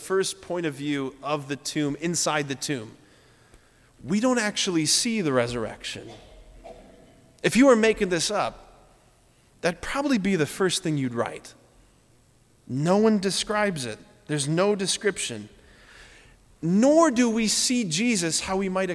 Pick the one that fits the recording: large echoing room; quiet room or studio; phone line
large echoing room